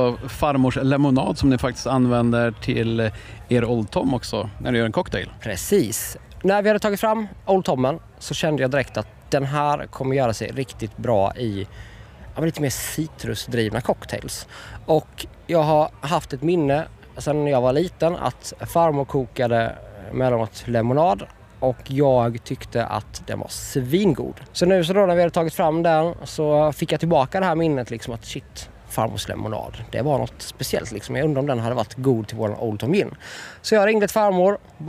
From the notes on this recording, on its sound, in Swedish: FESTIVALSPECIAL. Här i vimlet på Dylta Bruk.